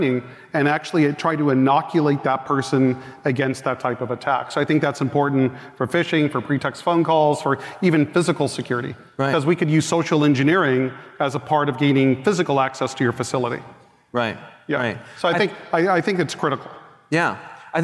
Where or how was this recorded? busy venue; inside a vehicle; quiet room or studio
busy venue